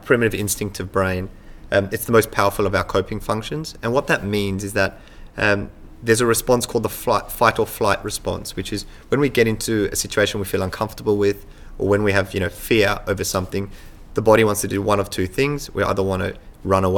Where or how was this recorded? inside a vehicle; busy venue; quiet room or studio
busy venue